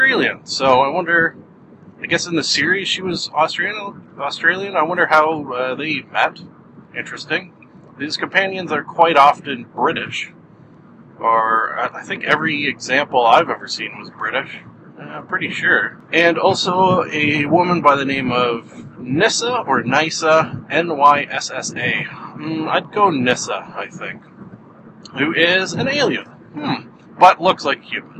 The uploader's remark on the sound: I drive to work and record a podcast